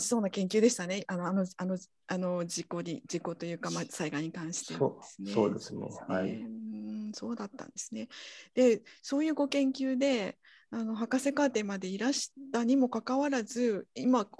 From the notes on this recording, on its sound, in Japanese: 収録場所： オンライン (Zoom)